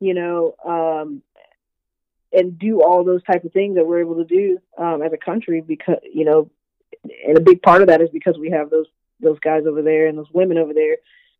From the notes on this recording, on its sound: Talks over the phone.